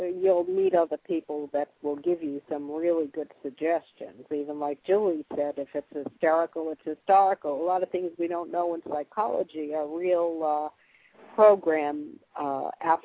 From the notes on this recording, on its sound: Live call-in radio talk show.